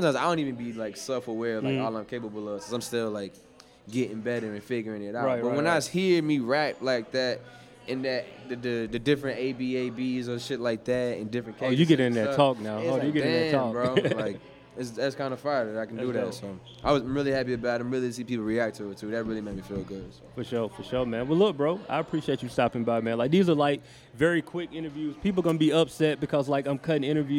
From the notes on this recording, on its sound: Live From Adventure Time ATL. We kick off the first part of our live sessions at Adventure Time ATL.